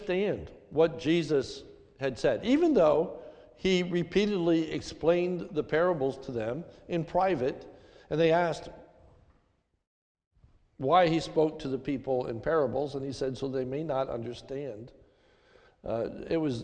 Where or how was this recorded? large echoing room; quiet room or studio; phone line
large echoing room